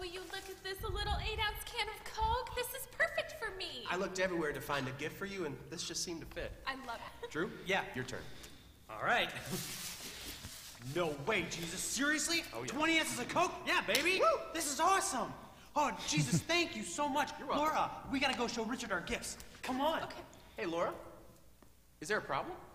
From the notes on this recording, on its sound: Mt. Zion Church Live!